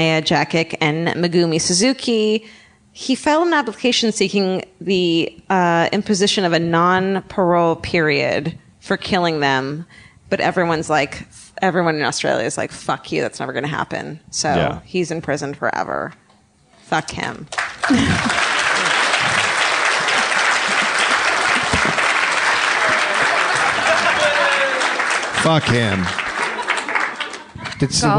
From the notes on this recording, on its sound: Live from LA Podcast Festival. It's the first ever live My Favorite Murder broadcast from the LA Podcast Festival.